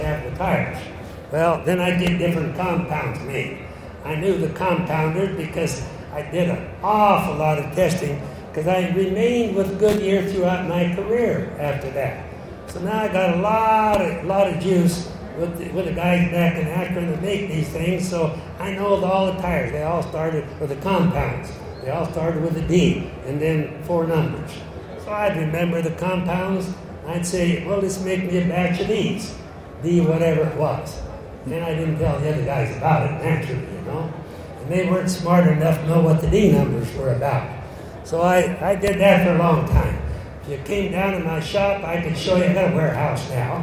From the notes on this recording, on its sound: Recorded at the 2016 Muscle Car and Corvette Nationals in Chicago. This interview was a special stage presentation.